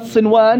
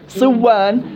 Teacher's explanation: بس حكمها وجوب الاظهار، حكمها وجوب الاظهار، وذلك لئلا يلتبس بالمضاعف وهو ما تكرر احد اصوله فيلتبس المعنى المراد. فلو ادغمت صنوان فلفظت صوان لظن القارئ أن أصلها صوان وليس صنوان · Term: إظهار مطلق